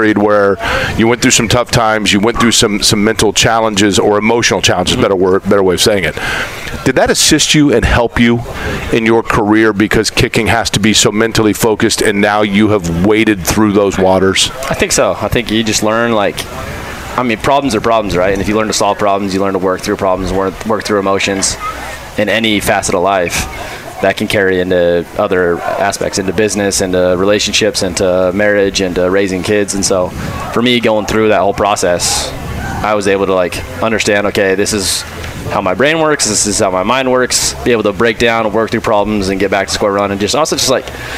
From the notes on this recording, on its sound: Join us at Colts Camp. Joins us at Colts camp.